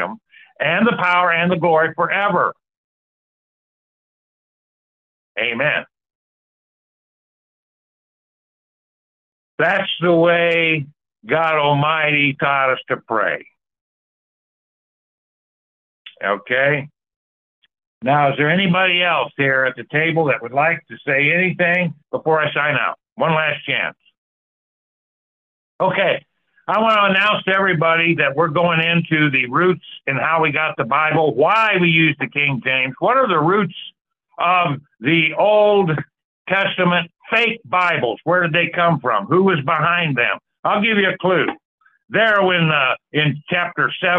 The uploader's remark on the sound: Call in Bible Study